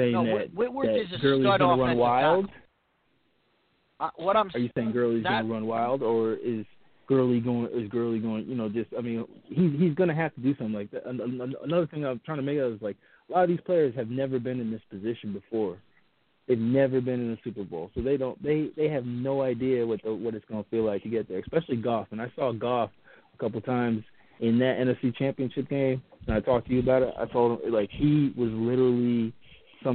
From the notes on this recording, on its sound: live phone calls